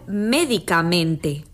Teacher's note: intensificamos tanto la sílaba tónica del adjetivo base como la de la terminación mente